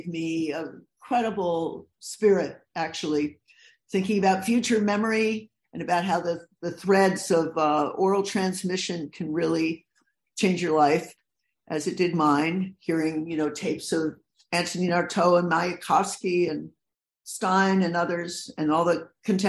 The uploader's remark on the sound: City Lights in conjunction with Naropa University and Nightboat Books present. This event was originally broadcast via Zoom.